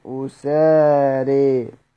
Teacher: وافقه الأعمش وكذلك حسن لكنه بغير إمالة، وقرأ أبو عمرو الكسائي وكذا خلف بالإمالة مع ضم الهمزة وفتح السين